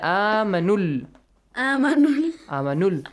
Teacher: You do not prolong the sound of U